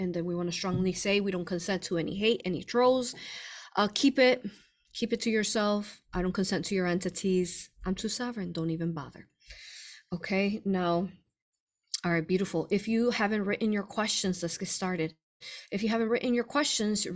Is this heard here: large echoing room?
no